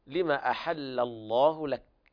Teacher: ثم الوقف على الكاف بالهمس الخفيف